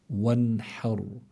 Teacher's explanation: فلو نظرنا منلاقي إلا الحرف الذي قبلها الحاء وعلى فتحة، فإذا الراء هون تكون في حالة التفخيم، فنقول وانحر. بس ما منفخم الحاء، نرقق الحاء لأنه من حروف الاستفال ويلزم من ذلك الترقيق، والراء هون بتكون في حالة التفخيم.